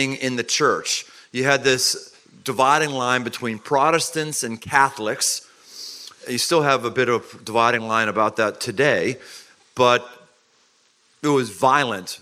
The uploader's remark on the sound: Live at Man Camp. Surrounded by thousands of men.